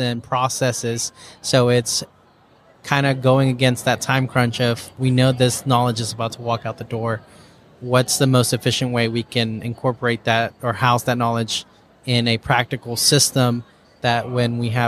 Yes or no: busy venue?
yes